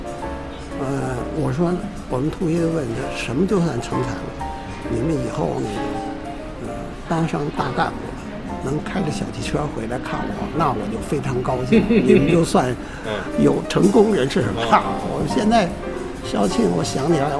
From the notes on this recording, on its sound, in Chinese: 因为特殊原因，访谈的地点只能在一家披萨店里，环境音失控，本期节目的声音质量不佳，恳请听友们包容！